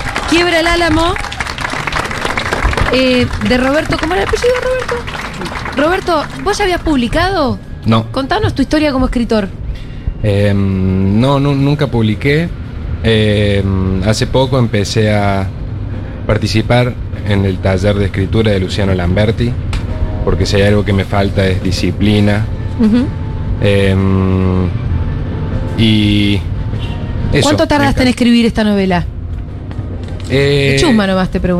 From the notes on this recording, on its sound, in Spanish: en vivo desde Yunta Bar